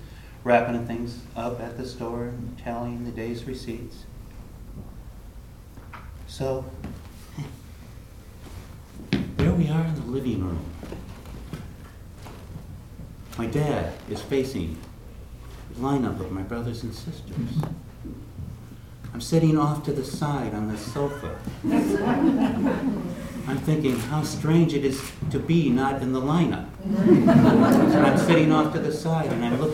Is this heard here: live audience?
yes